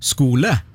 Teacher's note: Og det fordi at aspirasjonen på K-en mangler etter en S.